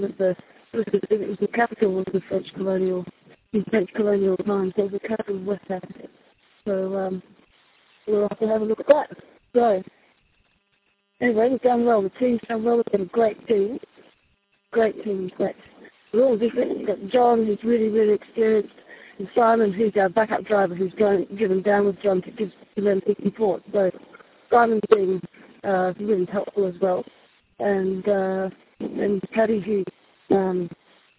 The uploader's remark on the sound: First report via satellite phone from Africa